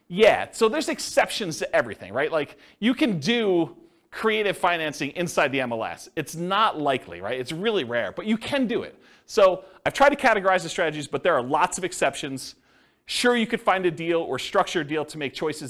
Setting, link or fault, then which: setting, live audience